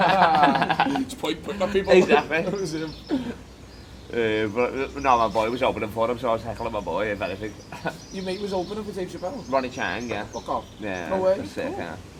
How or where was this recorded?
outdoors